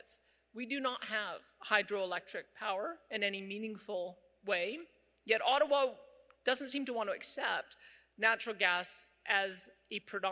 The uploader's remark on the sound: delivered a keynote address at the Carbon Capture Canada Conference in Edmonton